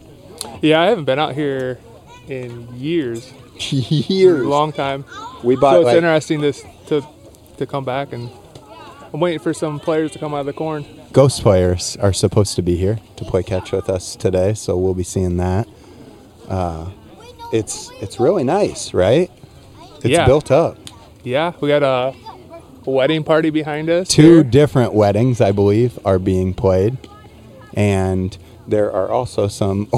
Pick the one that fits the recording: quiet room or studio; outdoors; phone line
outdoors